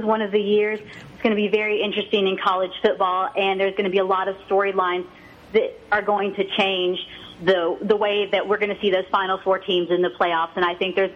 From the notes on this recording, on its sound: on the phone